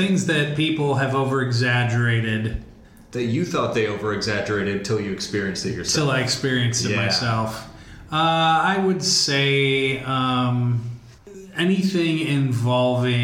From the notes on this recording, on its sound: Ignoring the echoey audio